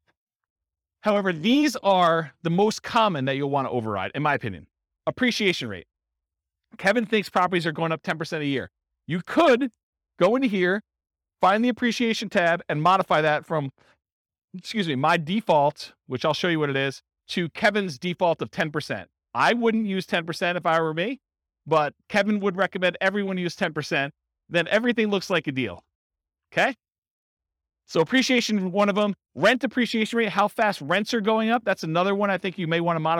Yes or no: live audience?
yes